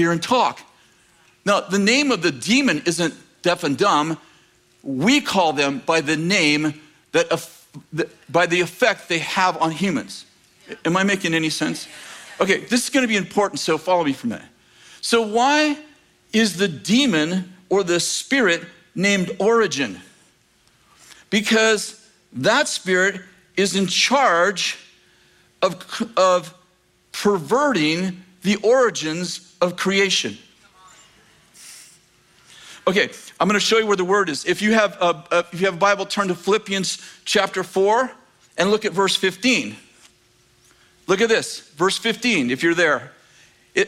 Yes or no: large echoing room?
yes